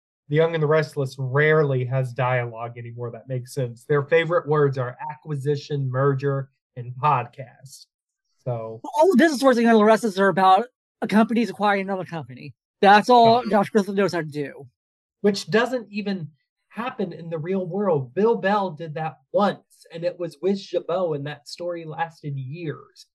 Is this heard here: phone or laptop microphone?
no